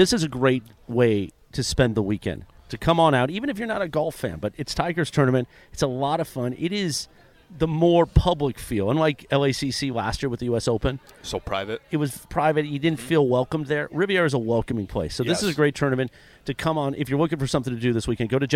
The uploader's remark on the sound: LIVE from The Genesis Invitational at the Riviera Country Club.